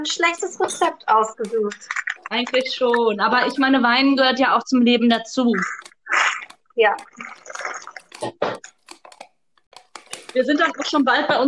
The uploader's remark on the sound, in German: Mit ordentlich Hintergrundgeräuschen und einer Prise Mixtape.